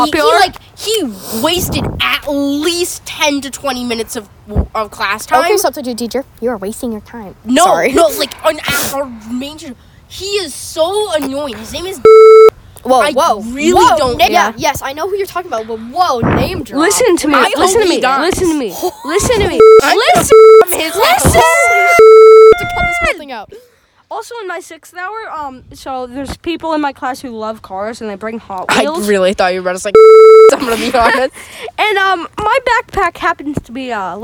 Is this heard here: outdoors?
yes